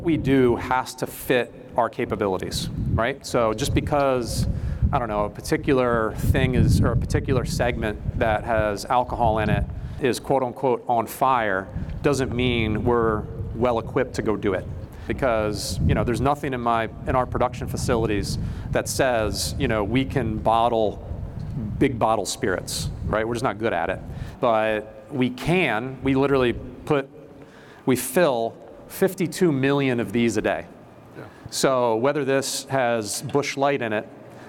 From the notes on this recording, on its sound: This episode was recorded in front of a live audience at Chicago's Wrigley Field.